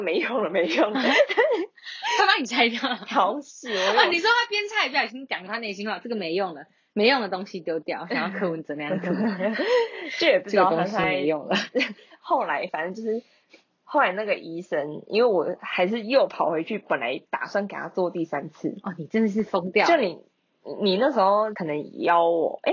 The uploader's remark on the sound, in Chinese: 等麥克風到貨中。試播集音質不好。